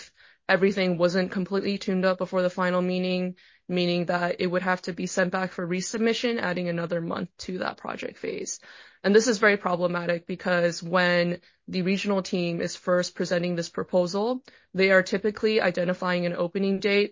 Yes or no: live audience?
no